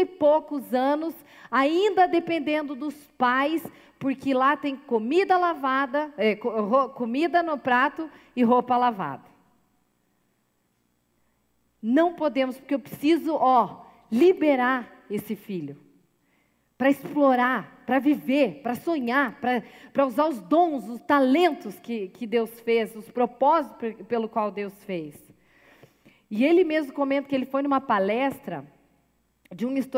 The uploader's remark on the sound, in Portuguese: Gravado ao vivo na Igreja Presbiteriana Central de Cascavel.